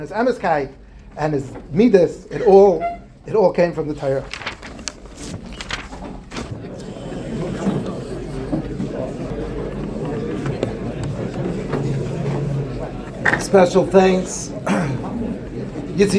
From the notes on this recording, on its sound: Recorded in the Yeshiva Ketana Ohr Reuven dining room.